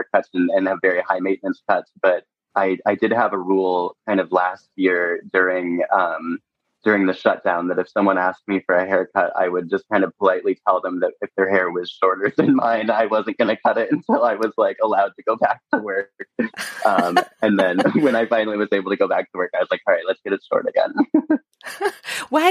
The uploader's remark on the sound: sat down over zoom